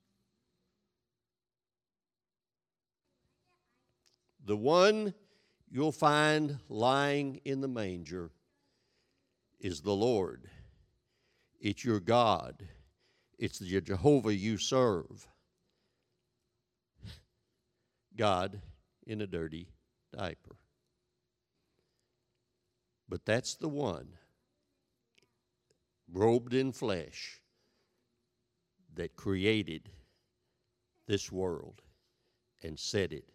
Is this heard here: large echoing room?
yes